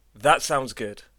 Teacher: 第二次读这句话的时候，单词 that 结尾的发音 t 听不到了。另外，不知道大家有没有注意到，在原本应该读 t 的地方，出现了一个非常短暂的停顿。我们把这个因声门闭塞而产生的发音叫做喉塞音。